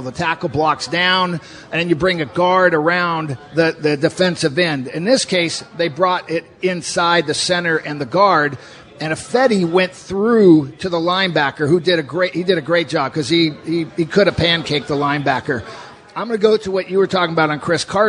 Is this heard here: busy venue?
yes